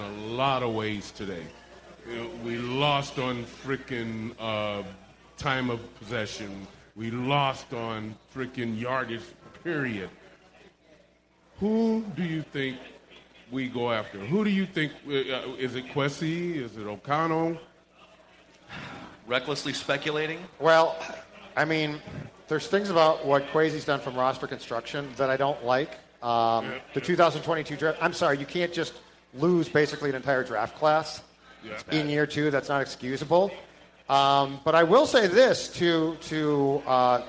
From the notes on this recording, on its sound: Vikings Vent Line live from Park Tavern in St .Louis Park, MN.